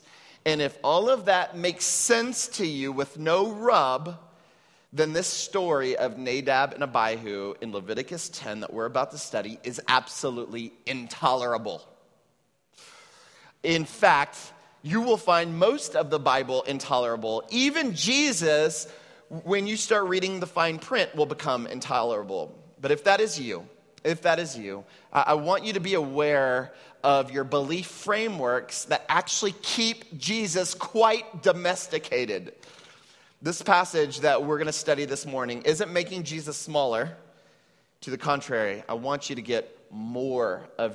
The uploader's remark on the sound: at Trinity Church, Puerto Rico